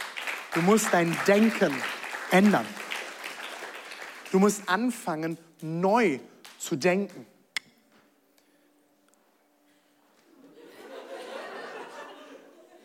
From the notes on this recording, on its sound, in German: Audiomitschnitt der Predigt